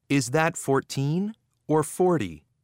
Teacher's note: Notice how the intonation rises and then falls in these questions.